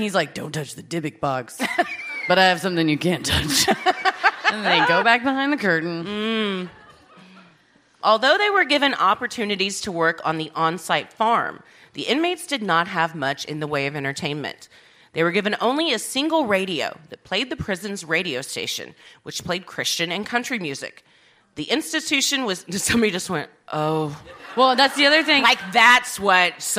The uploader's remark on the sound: Recorded live at Funny Bone in Columbus, Ohio